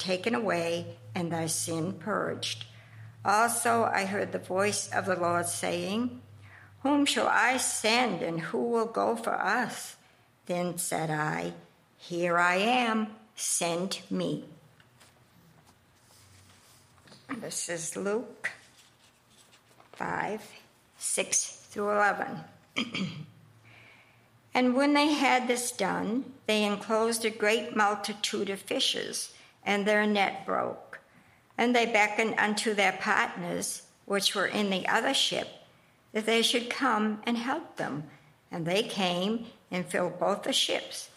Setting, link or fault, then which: setting, large echoing room